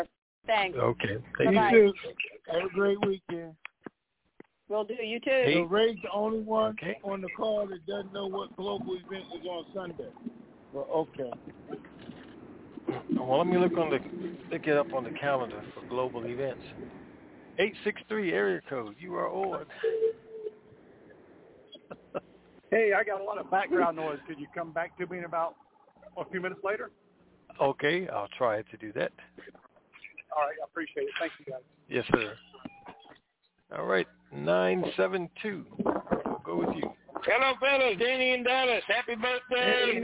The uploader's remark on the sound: TNTSuperfantastic Conference Call.